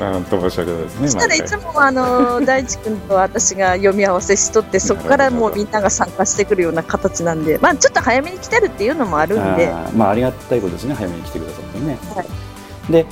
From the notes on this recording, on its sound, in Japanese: 車の中から告知する。富山の寒空の中、車中から、収録をしていただきました。